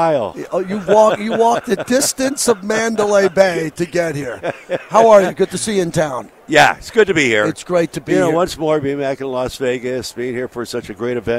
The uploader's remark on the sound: LIVE FROM RADIO ROW